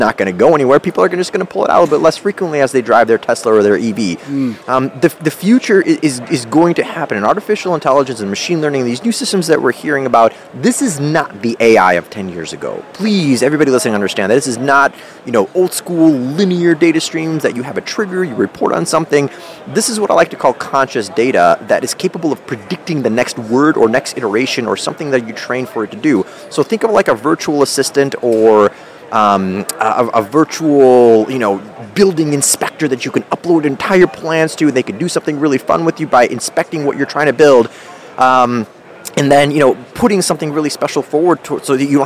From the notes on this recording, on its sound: Recorded live from Data Center World in Austin, Texas.